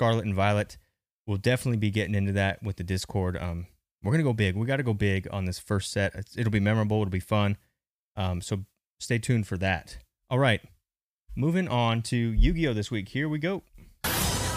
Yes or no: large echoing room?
no